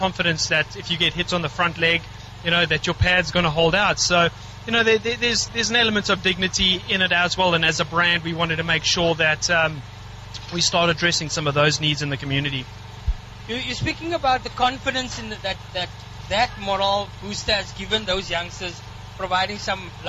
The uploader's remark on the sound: ROSMEAD SPORTS FIELD OUTSIDE BROADCAST. Voice of the Cape Live Broadcast. Covering the T20 Cricket at Rosmead Sports Field.